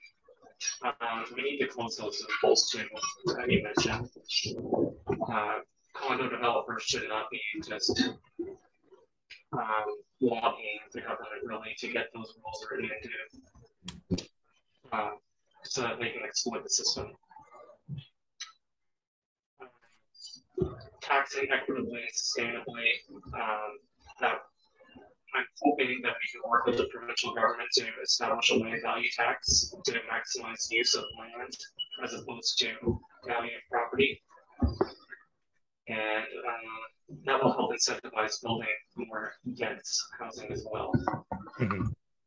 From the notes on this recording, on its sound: we were having audio issues during this recording